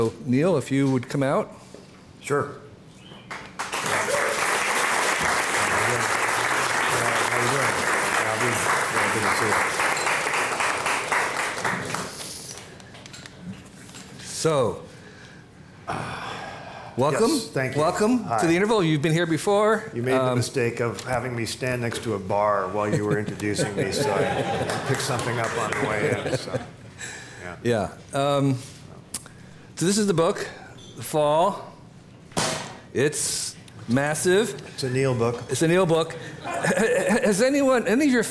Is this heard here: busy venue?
yes